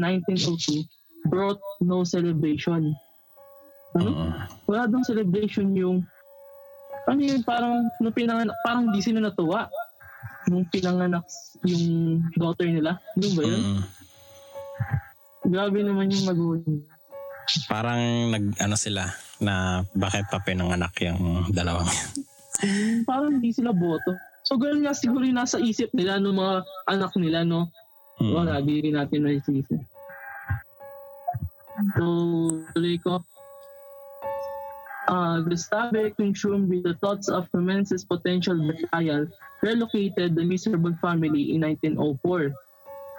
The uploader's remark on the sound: sorry if yugn audio medyo di maganda dahil we just recorded remotely